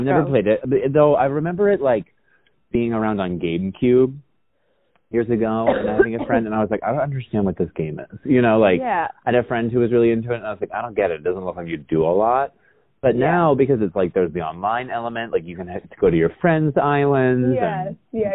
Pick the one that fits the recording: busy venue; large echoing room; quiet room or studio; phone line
phone line